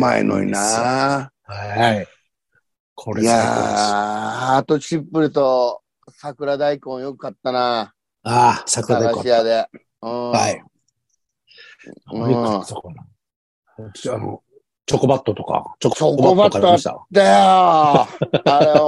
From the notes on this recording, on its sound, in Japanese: ZOOMで収録